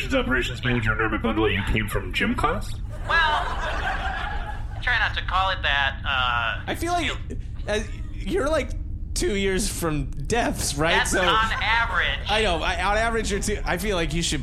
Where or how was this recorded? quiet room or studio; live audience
live audience